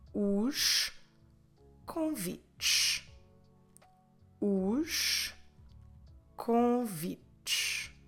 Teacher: Ending with ES, so that's why we're dropping the vowel there and you're only getting the SH sound because of the S.